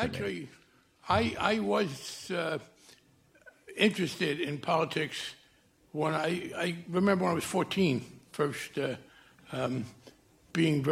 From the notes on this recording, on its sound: Recorded in front of a live audience at Oberon in Cambridge, Massachusetts.